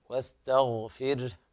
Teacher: بارك الله فيك، قراءتك طيبة وأدائك متميز، لكن انتبه إلى قوله تعالى واستغفر، يعني لا تقلق الغين، واستغفر، الغين تفخم بتفخيم درجة الثانية، واستغفر هكذا.